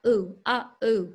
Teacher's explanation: So, you know, if you were in the Aussie accent, it would sound like ooh, where it gets pulled back into the mouth. But we're bringing that tongue tip more forward for the Southern and general American accent